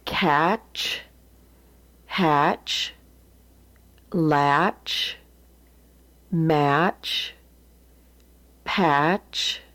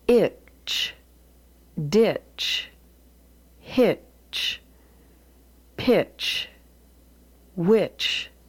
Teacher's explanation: It would be very hard to detect the T. · Term: consonant digraph, ch